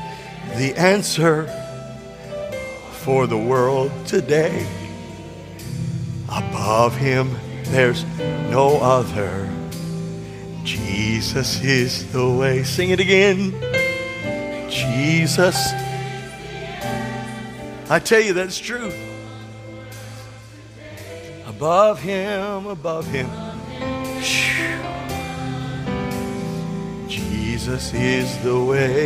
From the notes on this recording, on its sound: This sermon was recorded at Family Worship Center in Florence, SC on Sunday, April 9th, 2023.